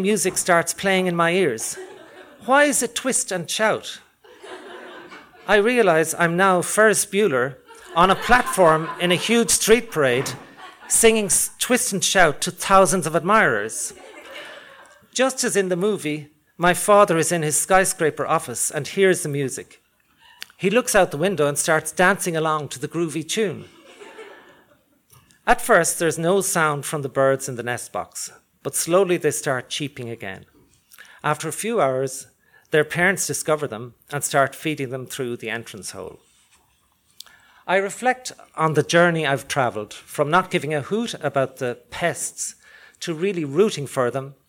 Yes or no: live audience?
yes